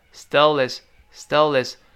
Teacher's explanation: 上一个单词末尾的辅音就会把这个单词开头的打穿了，直接跟后面那个元音去连读到一块儿